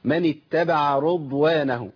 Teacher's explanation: كتير من الناس بيفخم الراء هنا عشان الضاد